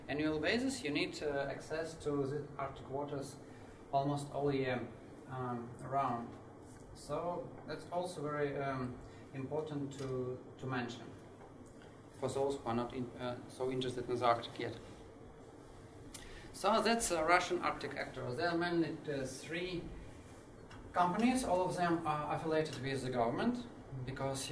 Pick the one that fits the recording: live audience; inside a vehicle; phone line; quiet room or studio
live audience